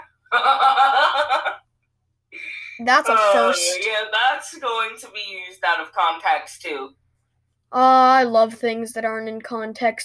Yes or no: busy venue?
no